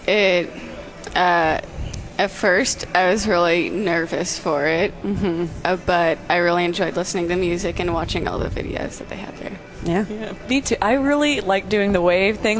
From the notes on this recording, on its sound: Live at LCMSYG. Live from the LCMS Youth Gathering.